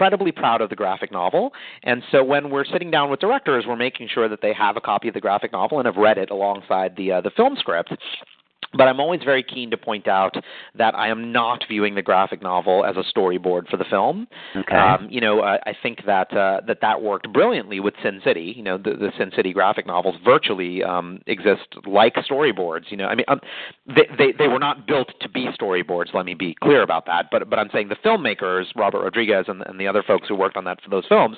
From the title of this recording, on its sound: Call in Question and Answer Session